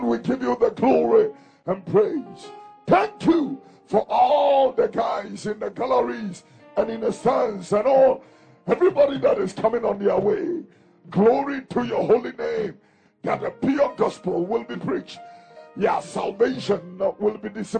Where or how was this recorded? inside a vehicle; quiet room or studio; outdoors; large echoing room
large echoing room